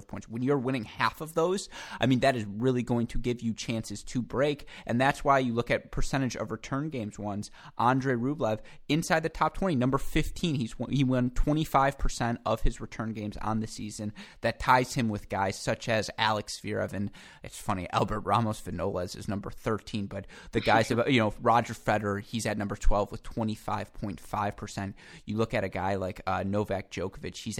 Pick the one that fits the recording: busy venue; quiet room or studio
quiet room or studio